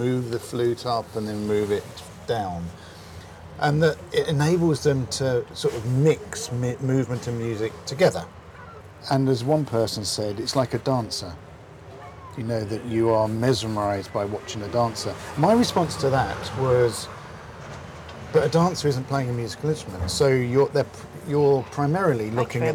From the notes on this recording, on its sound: meet in a coffee shop in the seaside town of Hove